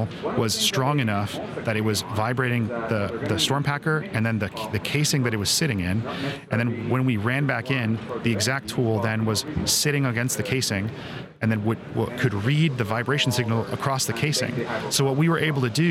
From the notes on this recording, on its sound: Recorded at the 2023 SPE Annual Technology Conference and Exhibition, San Antonio, Texas.